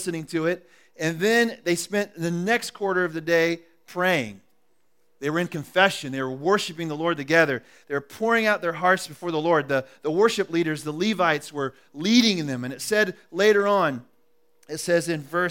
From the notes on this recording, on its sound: recorded at The Calling Community Church locate in Platte City, Missouri